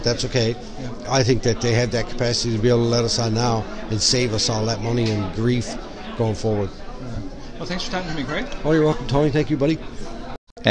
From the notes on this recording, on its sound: brought to you from the 2022 MNL Conference in the Town of Gander, NL